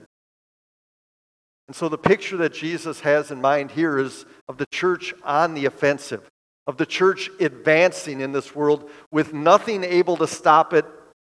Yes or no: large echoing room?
yes